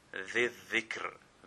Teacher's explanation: the ra is going to be pronounced with an empty mouth